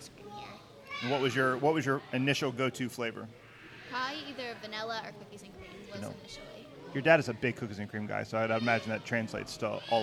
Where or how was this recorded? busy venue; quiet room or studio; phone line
busy venue